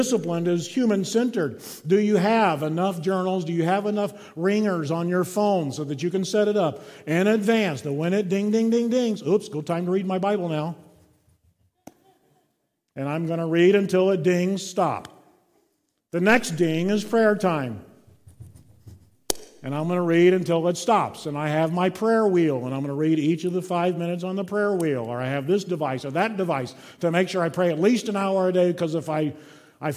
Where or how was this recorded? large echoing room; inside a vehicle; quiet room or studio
large echoing room